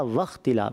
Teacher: واؤ واختلاف، آپ نے پڑھا واختلاف، آپ کے دانت لگے ہونٹوں پر، تو اس کو کہتے ہیں فا کا مخرج